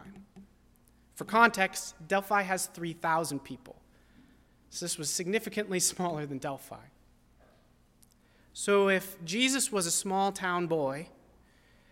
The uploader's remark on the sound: at First Baptist Church in Delphi, Indiana.